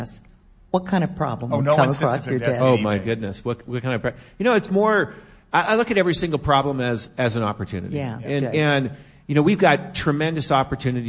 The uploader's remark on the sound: Live from eBay Open 2018 at Mandalay Bay in Las Vegas, NV. Members of our live audience.